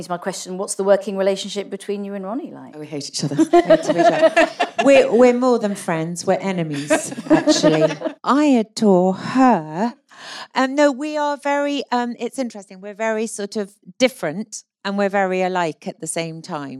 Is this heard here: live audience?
yes